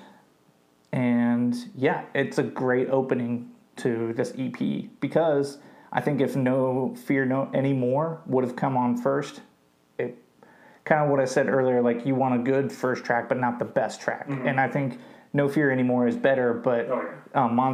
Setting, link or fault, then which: fault, poor sound quality